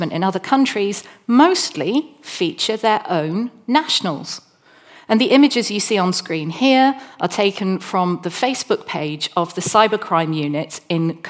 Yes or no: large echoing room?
yes